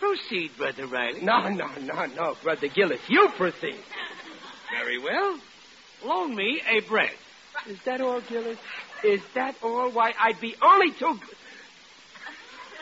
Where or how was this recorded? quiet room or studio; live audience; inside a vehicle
live audience